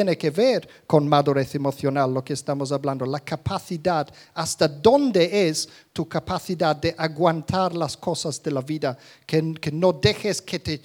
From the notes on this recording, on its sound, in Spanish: Grabado en directo en la Comunidad Cristiana de Vilafranca.